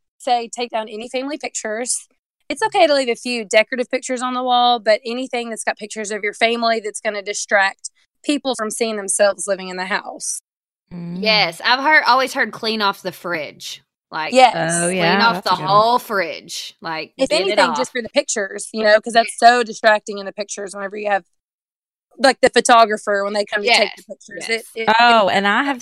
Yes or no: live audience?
no